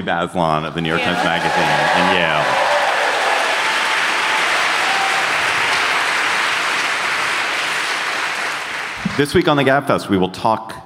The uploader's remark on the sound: Live in Washington D.C. Live and on stage.